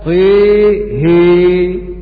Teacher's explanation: وعلى هذا شعبة وحمزة والكسائي يميلون الطاء والهاء